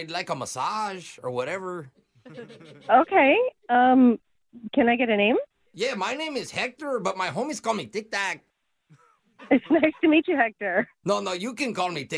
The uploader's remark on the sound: Phone Tap